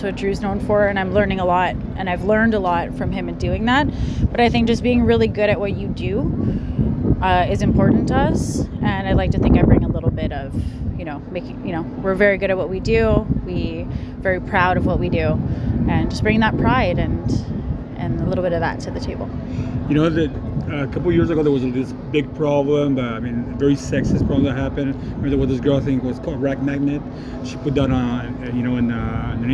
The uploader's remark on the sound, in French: à l’événement Festival Brassoeurs of Saint-Jean-sur-Richelieu en mars 2023